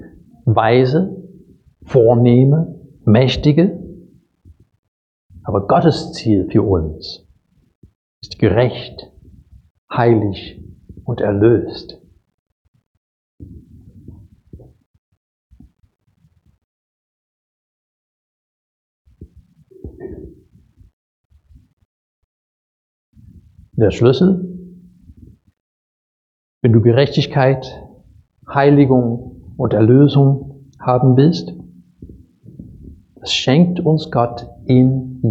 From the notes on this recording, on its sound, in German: Predigt aus dem Gottesdienst